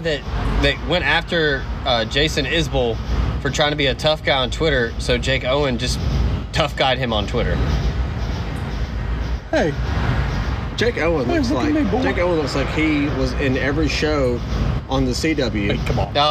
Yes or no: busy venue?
yes